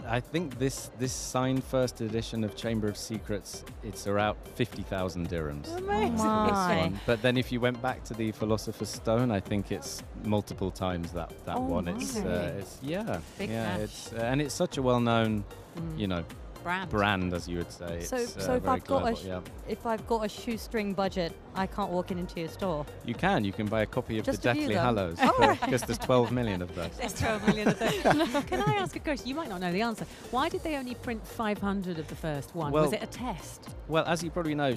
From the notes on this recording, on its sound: Live from Sharjah International Book Fair 2023